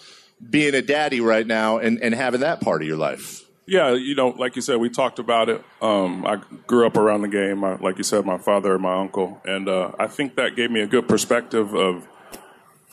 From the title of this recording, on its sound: Live At Sports Fest